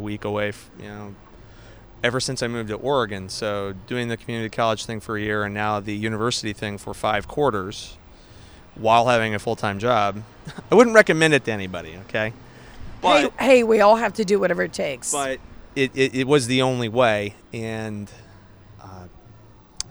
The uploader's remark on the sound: Live from the Road: On a sidewalk in San Francisco